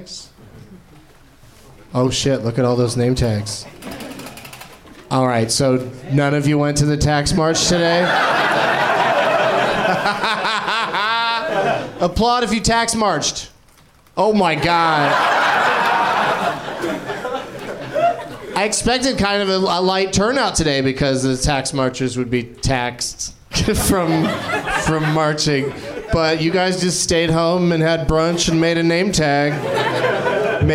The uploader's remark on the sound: Live from the NerdMelt Showroom in LA.